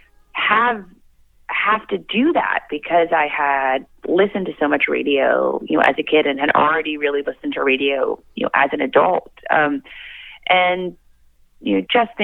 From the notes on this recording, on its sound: called in for a chat